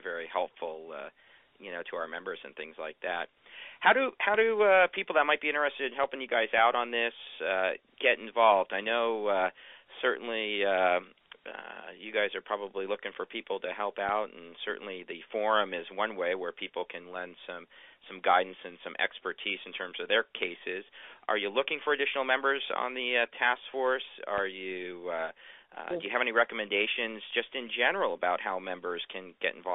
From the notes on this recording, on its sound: Phone Interview.